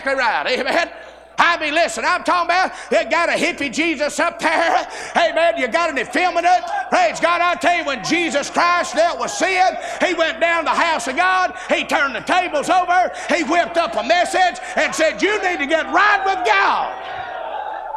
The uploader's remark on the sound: A sermon preached Tuesday Evening during our Spring Jubilee